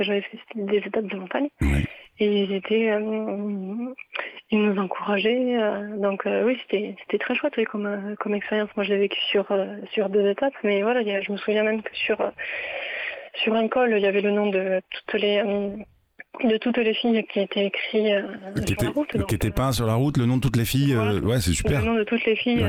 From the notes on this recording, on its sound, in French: En plateau à distance au téléphone